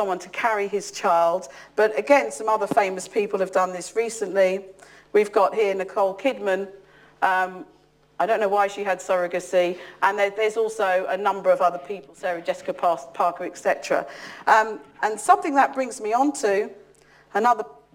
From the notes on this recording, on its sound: UCL Lunch Hour Lecture